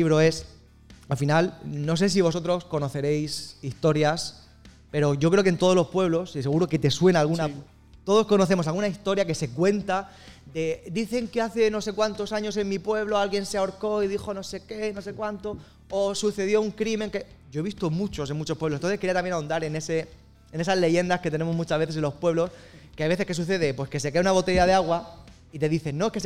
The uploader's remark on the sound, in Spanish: todo el equipo REC se trasladó de nuevo hasta el Auditorio La Lonja de Orihuela para celebrar unas jornadas de radio en directo